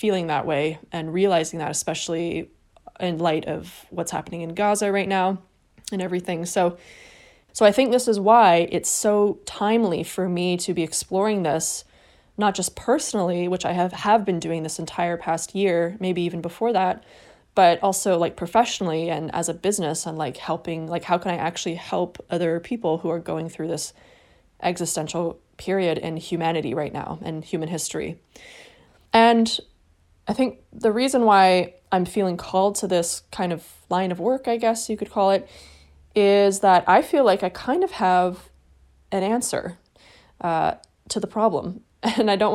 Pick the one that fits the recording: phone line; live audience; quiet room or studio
quiet room or studio